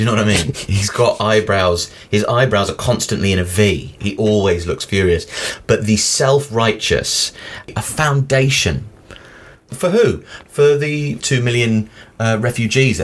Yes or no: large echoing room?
no